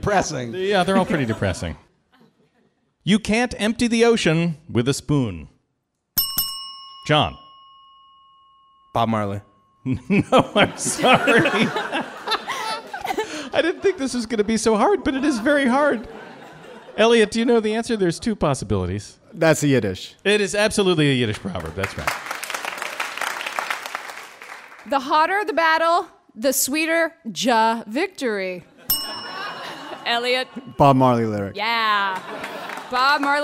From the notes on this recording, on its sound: Live from The Bell House.